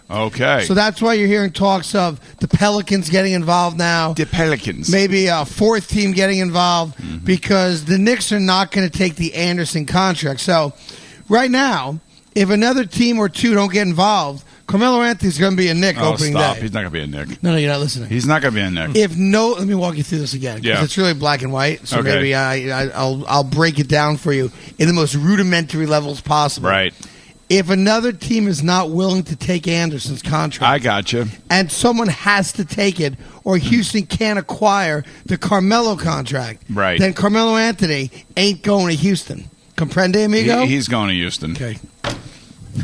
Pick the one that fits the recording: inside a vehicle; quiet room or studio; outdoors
outdoors